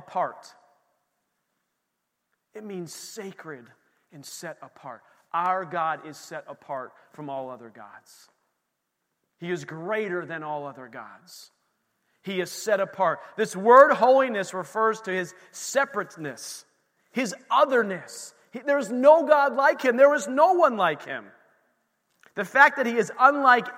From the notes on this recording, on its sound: This recording is of the whole service (excluding worship).